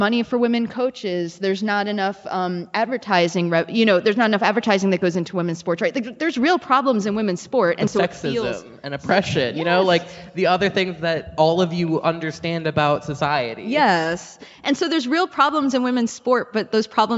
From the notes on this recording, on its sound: Live from the MN Council of Nonprofits Conference. We had the pleasure of recording live at the Minnesota Council of Nonprofits Annual Conference, which was held in Duluth.